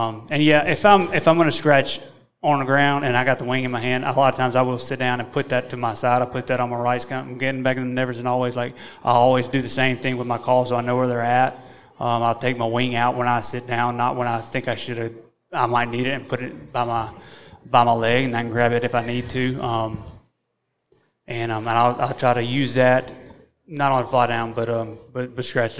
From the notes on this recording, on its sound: Scouting for Turkeys, Henned Up Gobblers, & Live Q&A - LIVE from Nashville. Recorded LIVE in Nashville.